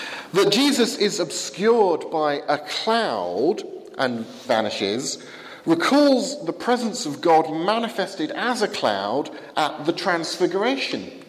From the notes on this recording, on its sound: Given at the 11 am service at Highfield Church, Southampton.